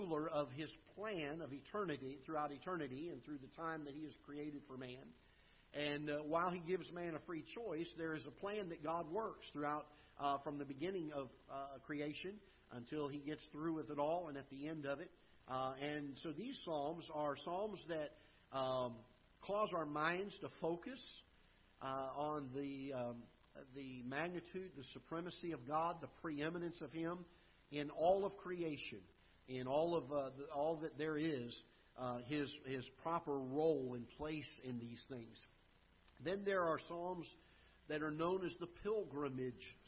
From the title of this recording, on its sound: Ketha Heights Baptist Church ~ Live Broadcast